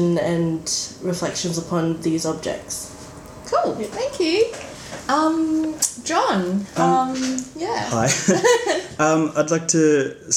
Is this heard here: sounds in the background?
yes